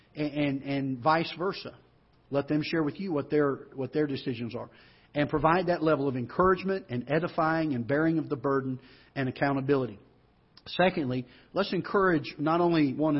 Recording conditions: large echoing room